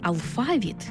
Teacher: Наголос у слові «алфавіт» на другому складі основний у нашій мові